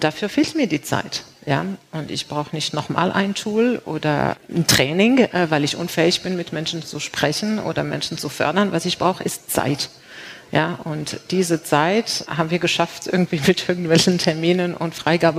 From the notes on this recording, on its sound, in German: live aus Berlin von der #futurework23, dem Festival zur Zukunft der Arbeit, ausgerichtet von BDA und Microsoft.